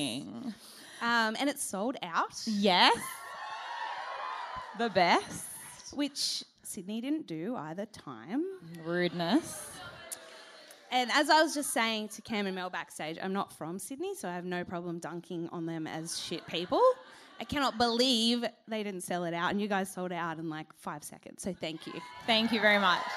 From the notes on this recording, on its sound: this is Part 1 of our sold out Melbourne live show held at Chapel Off Chapel on Dec 15